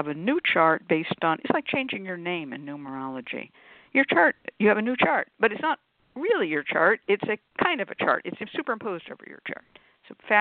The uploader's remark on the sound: a real, live call-in show